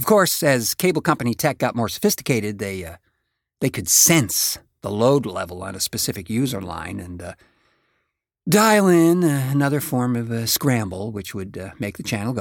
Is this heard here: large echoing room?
no